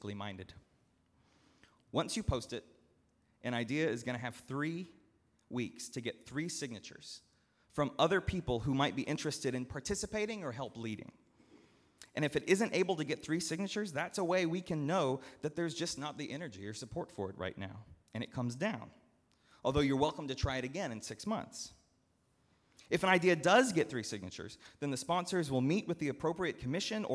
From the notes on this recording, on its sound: at Northminster Church on Pentecost Sunday, June 9, 2019